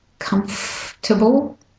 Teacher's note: The OR gets dropped. And you go from the F to the T